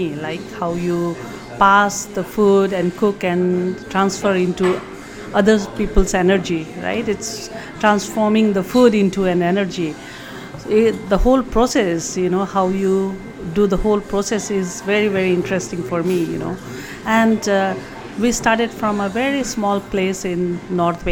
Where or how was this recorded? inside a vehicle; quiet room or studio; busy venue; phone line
busy venue